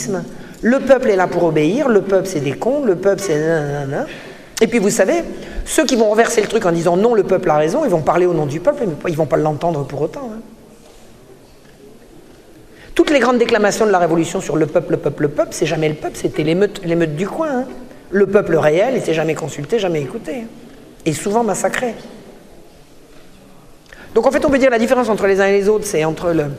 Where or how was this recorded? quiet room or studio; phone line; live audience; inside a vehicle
live audience